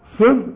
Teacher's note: والحرف اللي عليه الشدة عبارة عن حرفين إنما لا يغن